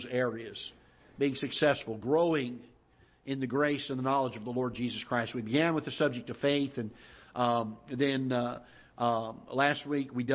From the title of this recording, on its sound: Ketha Heights Baptist Church ~ Live Broadcast